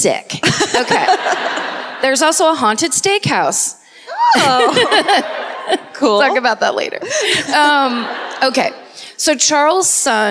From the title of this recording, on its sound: Live at the Sony Centre in Toronto